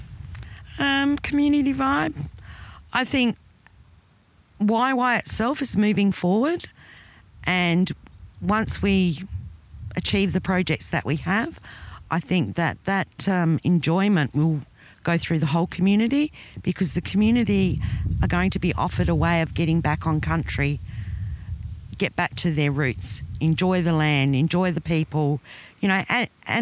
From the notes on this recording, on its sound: In our interview recorded on the banks of the Cooper Creek. Recorded on Yandruwandha Yawarrawarrka Country.